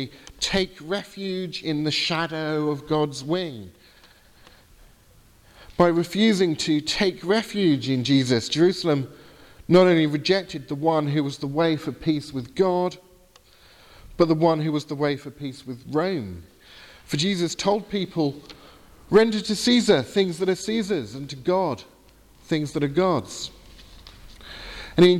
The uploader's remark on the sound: Sermon from the 8 am service at Highfield Church Southampton, 5th August 2018.